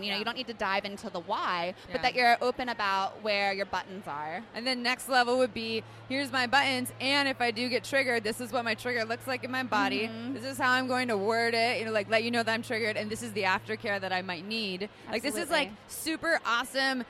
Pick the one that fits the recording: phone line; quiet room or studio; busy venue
busy venue